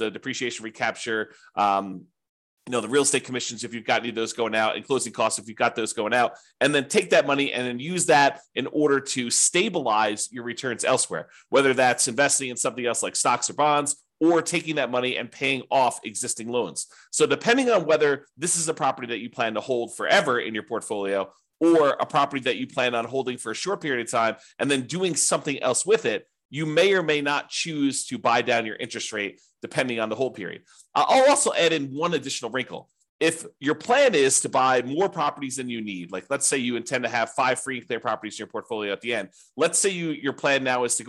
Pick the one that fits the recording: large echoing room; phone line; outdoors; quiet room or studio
quiet room or studio